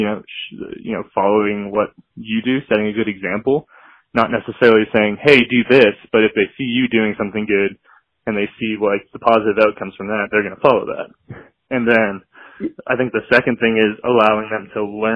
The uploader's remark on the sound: have a phone call